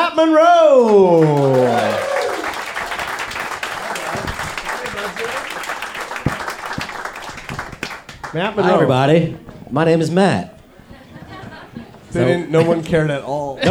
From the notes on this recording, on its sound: live at The Mint in Victoria BC